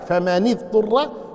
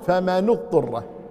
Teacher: فمن اضطر، فمن اضطر ساكنان، النون ساكنة في من، والألف التي في اضطر ساكنان فكسر الأول، فماني والله أصل ساكن النون وفيها قراءة ثانية بالضم، فمانو فمانو اضطر، فمانو اضطر، الرسول قرأ كذلك وقرأ كذلك، فماني اضطر فمانو اضطر، إما أن تكسر النون وإما أن ترفعه، وهذا جائز في لغة العرب